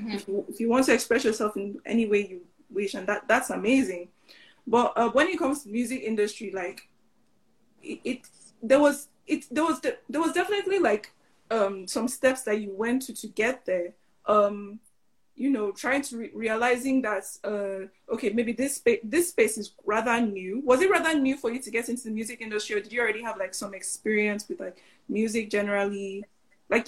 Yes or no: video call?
yes